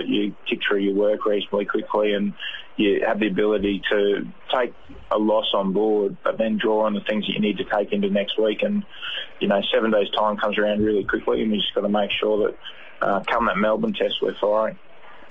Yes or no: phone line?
yes